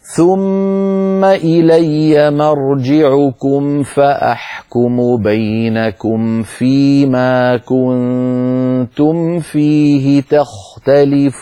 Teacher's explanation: بلطف بعد أن يقول مثلا كنتم تم، بعد ما يطبق شفتين من أجل الميم تم في فينتقل من ميم ساكنة بإطباق الشفتين إلى وضع أطراف أسنانه العليا على باطن الشفة السفلى وهو مخرج الفاء، تم في فهكذا ميم ساكنة بعدها فاء بلطف، ولا يقوم بحركات.